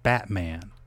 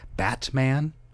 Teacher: You probably didn't hit the T when you said Batman. It's a glottal stop. · Shown in: first take